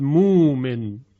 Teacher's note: از جمله کلمه مؤمن که مومن خونده میشه و می بینیم که در اینجا حمزه تبدیل می شود به واو، مؤمن می شود مومن. · Term: ابدال